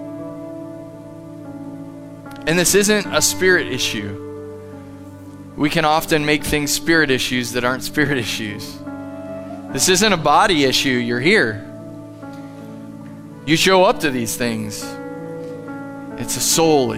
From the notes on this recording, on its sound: Live from The Summit Church in Dover, OH. Sunday Morning at The Summit.